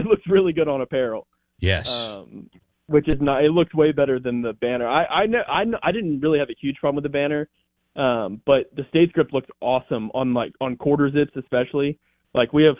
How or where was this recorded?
phone line